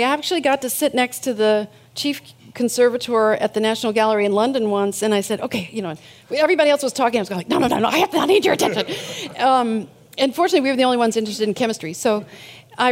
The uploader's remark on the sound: These hour long talks are recorded live at The Interval, our bar, cafe, & museum in San Francisco. The Long Now Foundation's “Conversations at The Interval” Salon Talks.